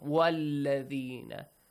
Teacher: Yes, for example, you have before الذين، if you have waw with a fatha, وَالَّذِينَ، you skip hamzatul wasl, you join waw to lam